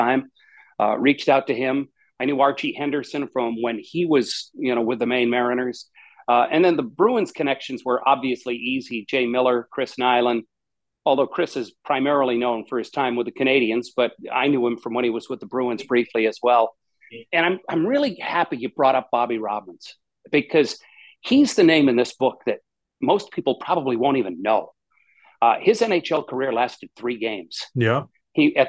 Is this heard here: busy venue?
no